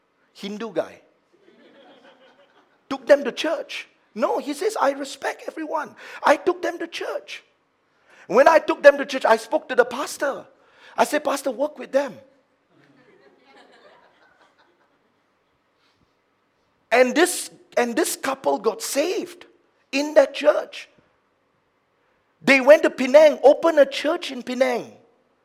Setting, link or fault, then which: setting, large echoing room